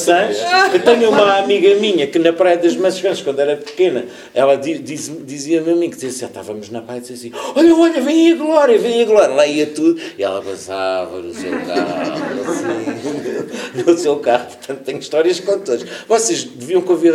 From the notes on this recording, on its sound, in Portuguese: Gravado ao vivo na Livraria Barata.